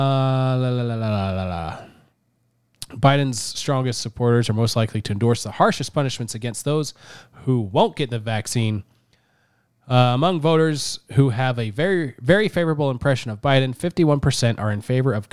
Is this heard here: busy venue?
no